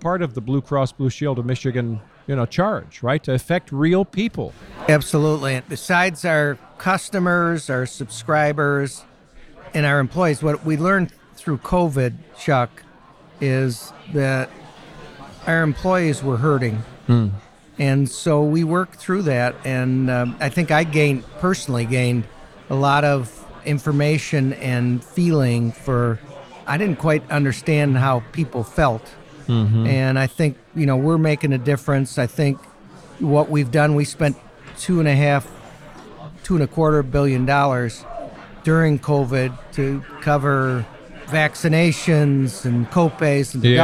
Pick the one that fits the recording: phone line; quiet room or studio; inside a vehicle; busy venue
busy venue